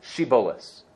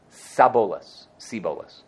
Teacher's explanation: They couldn't do a sh. They always did a s instead of a sh. · Shown in: second take